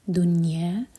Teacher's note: نون پر سکون ہے یہاں پر قلقلہ نہ ہو اور نہ ہی کسرہ کی آواز ہے